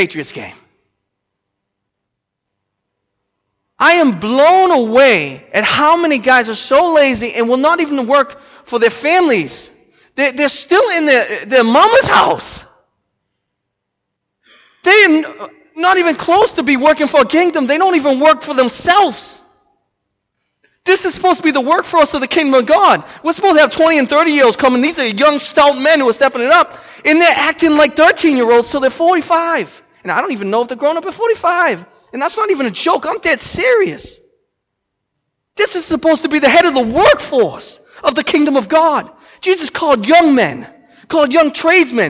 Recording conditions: large echoing room